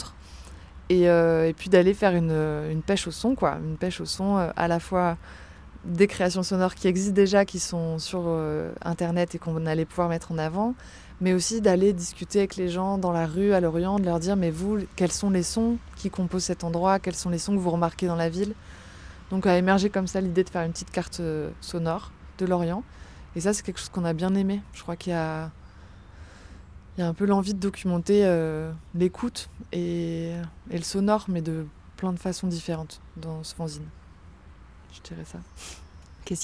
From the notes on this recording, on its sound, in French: Au Festival Écoute(s) à Grenoble. Au Prunier Sauvage, à Grenoble, s'est déroulé le festival Écoute(s) , festival de radio, de créations sonores, de rencontre et de performances. Radio Grenouille s'y est rendu et en a profité pour tendre ses micros aux organisateur.rices et aux invité.es.